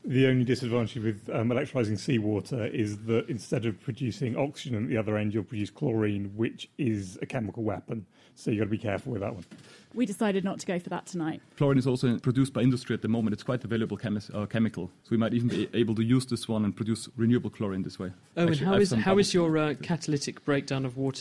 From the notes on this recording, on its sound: In this special Naked Scientists show, live from the Cambridge Science Centre, we talk to some of the researchers trying to do just that.